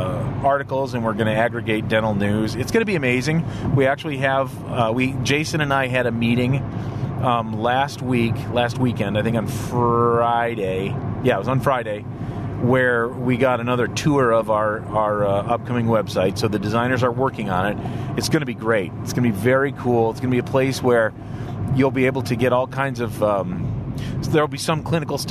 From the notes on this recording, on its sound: This episode was recorded with a new recorder/mic in the car. Today's episode is just some thoughts I'm having on my way to work using a new recorder/mic that I'm bringing to the VoD. Yellowtec iXm mic/recorder.